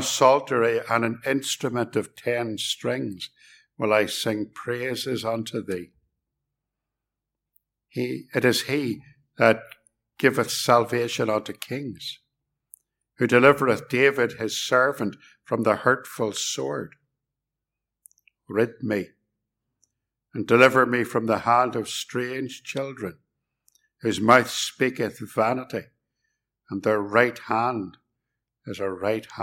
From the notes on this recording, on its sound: This sermon was preached at Ballymacashon and Templepatrick Reformed Church. It was recorded at Templepatrick.